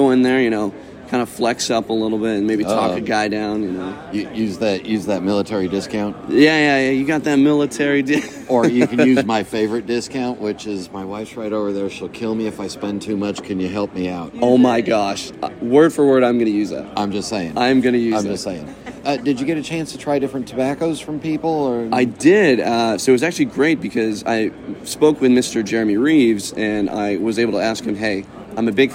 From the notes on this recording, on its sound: Chicago Pipe Show Report. Talked to on the show floor.